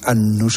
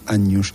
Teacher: el esfuerzo articulatorio para pronunciar esas dos nasales da lugar finalmente a esa palatalización · Shown in: second take